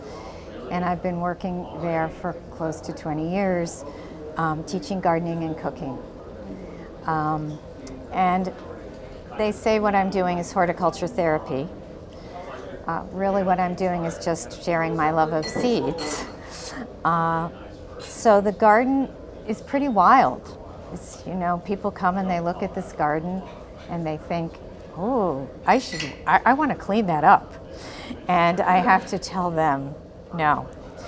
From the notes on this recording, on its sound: This story was recorded during our Seed Story Workshop at the Mountain West Seed Summit.